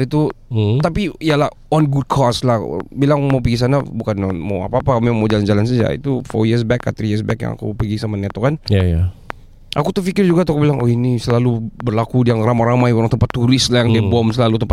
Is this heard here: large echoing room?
no